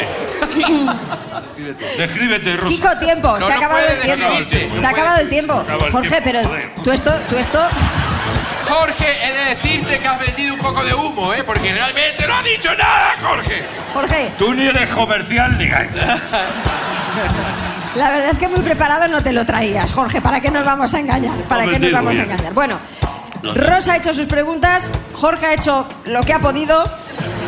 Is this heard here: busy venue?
yes